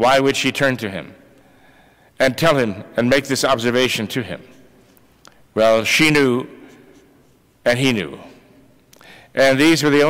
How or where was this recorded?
large echoing room